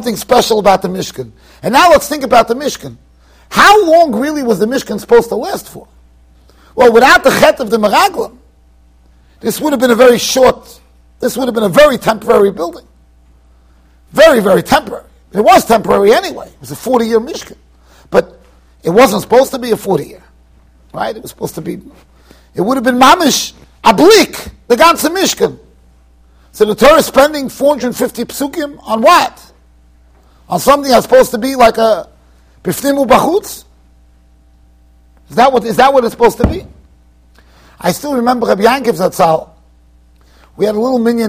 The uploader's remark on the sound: Shiur recorded in Yeshivas Ohr Reuven, Monsey NY.